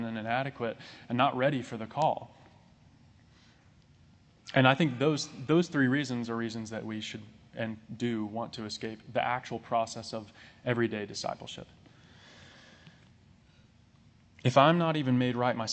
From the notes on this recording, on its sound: This sermon was recorded on July 3, 2022.